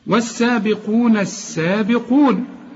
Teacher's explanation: اللام بتتحول للحرف اللي بعدها السين إدغام · Term: لام شمسية